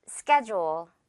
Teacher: D가 지읒으로 소리 나는 schedule. 이렇게 줄 발음으로 갑니다.